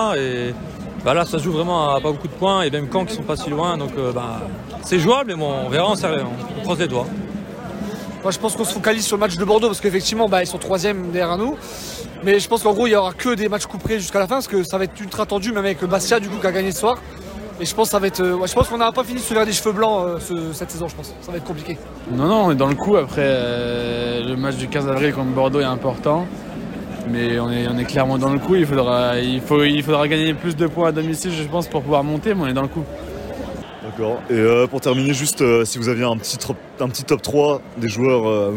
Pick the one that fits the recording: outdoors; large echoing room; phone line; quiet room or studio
outdoors